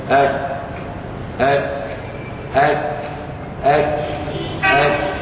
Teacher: لأنه مهموس يجري النفس معه، لأن الحيز المكاني للكاف لا يلتصق ويحتك بقوة لأن النفس سوف يجري